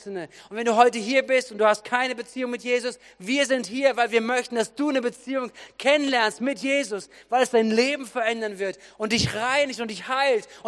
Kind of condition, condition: setting, large echoing room